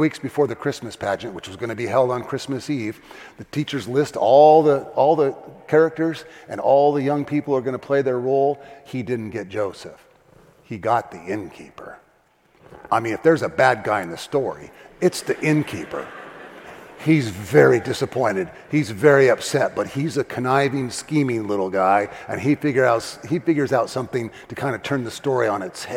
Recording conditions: large echoing room